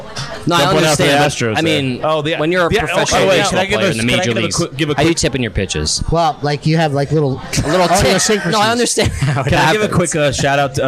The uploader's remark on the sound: LIVE from Johnny Mac's House of Spirits in Asbury Park